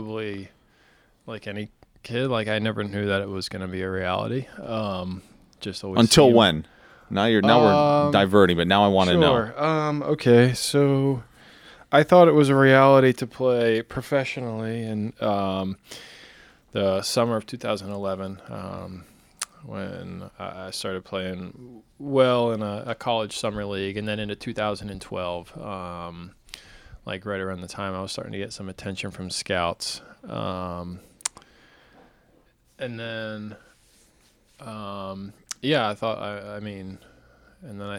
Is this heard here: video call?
no